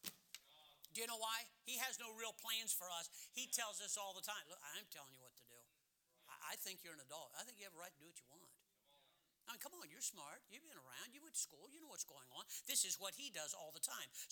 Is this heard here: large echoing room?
yes